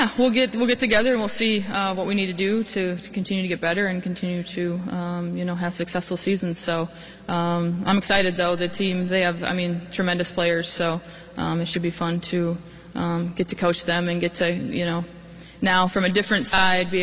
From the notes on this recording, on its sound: the live press cinference from Williams Arena